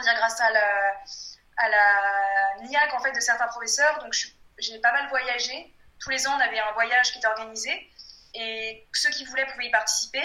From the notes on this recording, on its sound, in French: En raison de la situation actuelle, j’ai enregistré il y a quelques jours mon premier épisode en vidéo conférence.